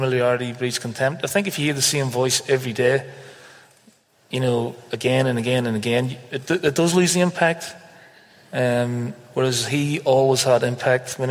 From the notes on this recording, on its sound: Recorded in front of a live audience at Greenock Town Hall.